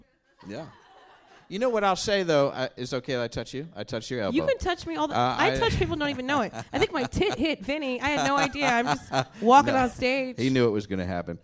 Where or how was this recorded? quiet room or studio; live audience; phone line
live audience